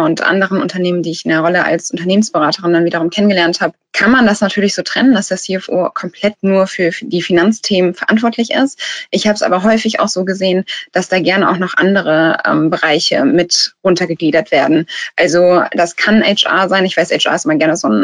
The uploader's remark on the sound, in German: Diese Podcast-Folge ist ein Mitschnitt unseres Webinars auf unserer Plattform Top 50 Start-ups